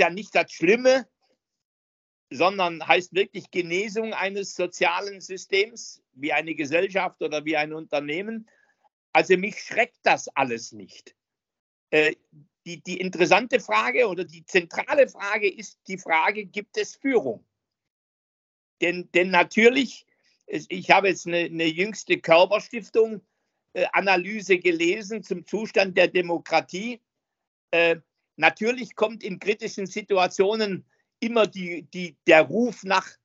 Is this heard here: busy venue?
no